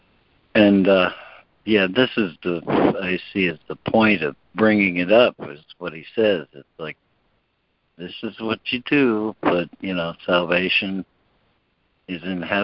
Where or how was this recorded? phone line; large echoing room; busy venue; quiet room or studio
phone line